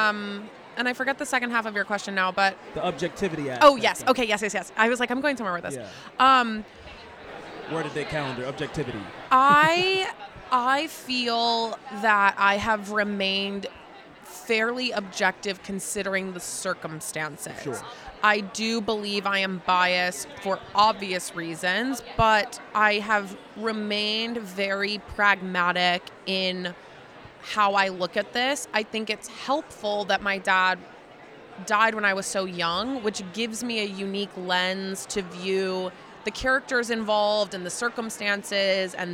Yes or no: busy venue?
yes